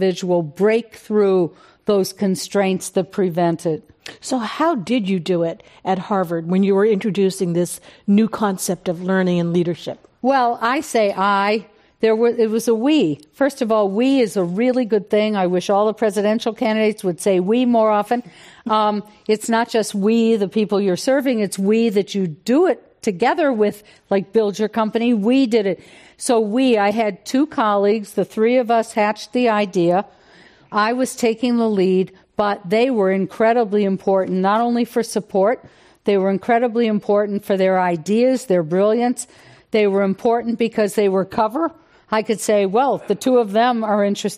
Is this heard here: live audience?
yes